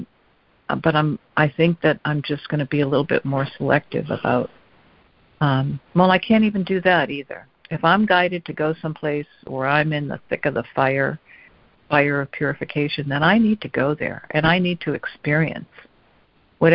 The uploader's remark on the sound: ACIM Daily Conference Call.